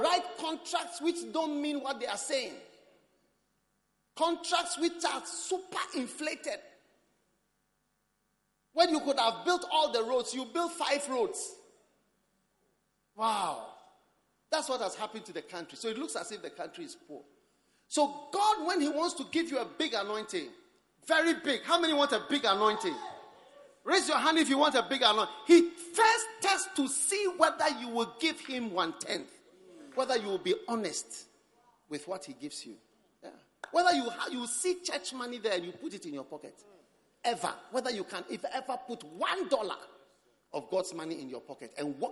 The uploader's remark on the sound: Preached at the First Love Center Accra Ghana.